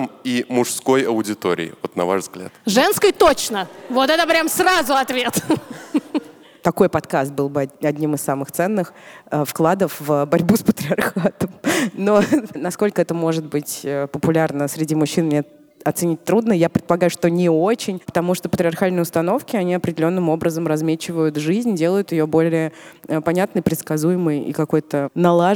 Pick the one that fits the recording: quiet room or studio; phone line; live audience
live audience